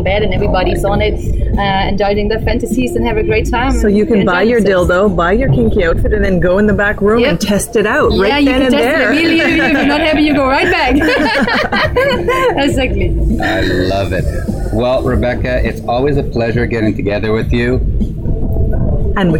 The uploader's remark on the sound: On location from the naked city in the south of France, get a firsthand view of swinging in Europe as we broadcast from Hotel Le Jardin d’Eden with SDC’s amazing group of open minded couples from all over the world.